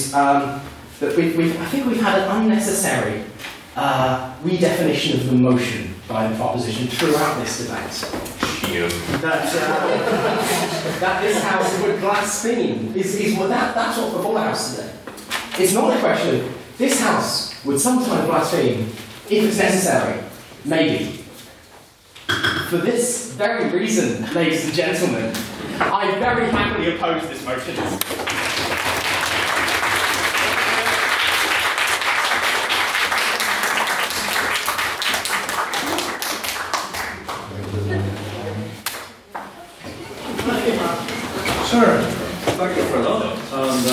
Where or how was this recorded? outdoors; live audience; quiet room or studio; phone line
live audience